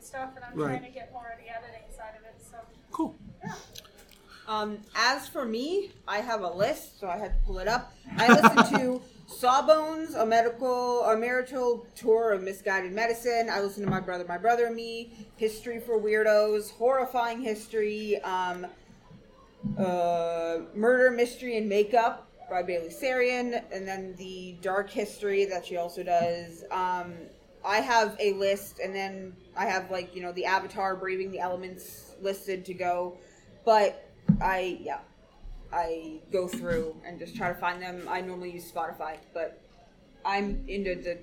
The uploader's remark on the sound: Live from Forest City Comic Con! Coming to you live from Forest City Comicon in London Ontario!